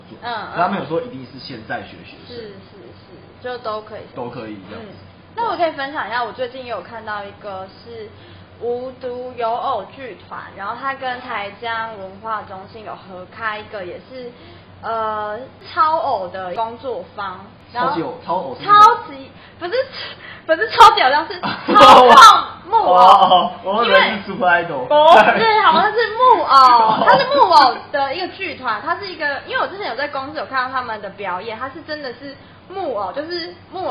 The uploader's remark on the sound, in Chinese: 因為錄音地點附近是校園所以會有鐘聲XDD還請大家多多見諒ㅠㅠ。因為是頻道草創時期，所以有雜音或是音質上的問題還請大家見諒。